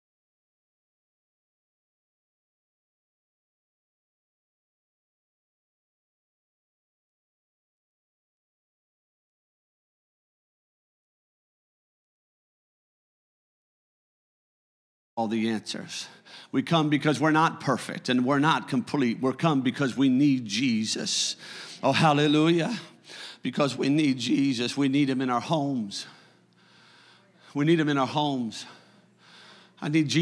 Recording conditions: large echoing room